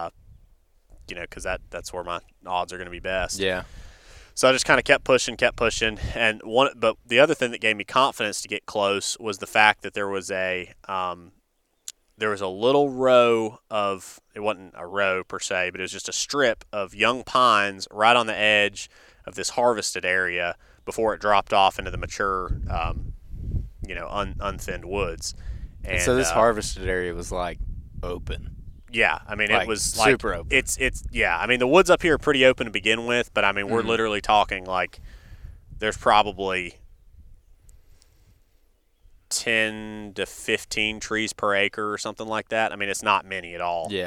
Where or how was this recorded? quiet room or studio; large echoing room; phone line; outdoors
outdoors